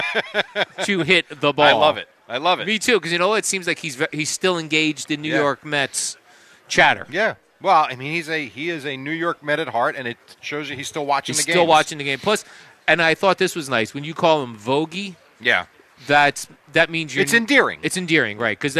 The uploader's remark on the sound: Live from D'Jais in Belmar